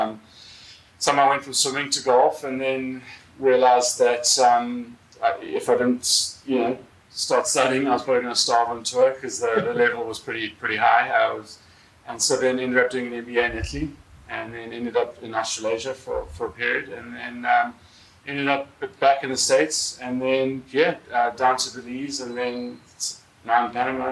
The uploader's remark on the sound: This is a first for us and we’re learning the ropes for audio and video. Came to my office here in downtown Panama and we recorded live video and then made an audio recording for our podcast. You will notice the sound is a little different.